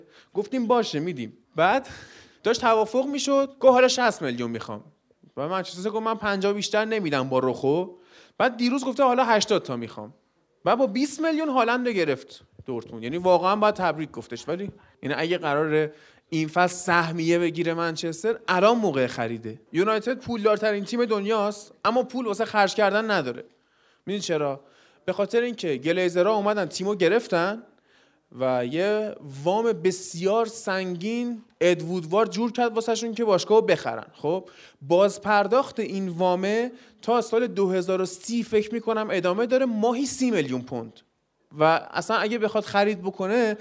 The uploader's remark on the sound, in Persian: چهارمین اجرای زنده فوتبال لب رو میشنوید. به سوالات حاضرین سالن جواب دادیم.